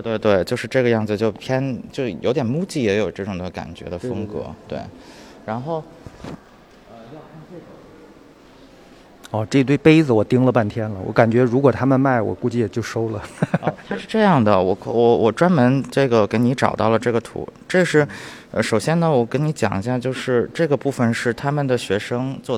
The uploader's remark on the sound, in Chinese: 本期节目尝试了一种新的节目录音形态。带着录音机跟嘉宾一起去看展，边看展边录音。在清华大学艺术博物馆四层14号展厅展出。